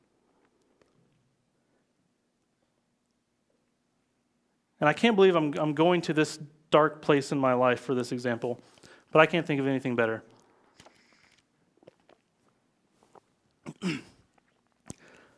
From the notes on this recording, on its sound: live from Covenant Church!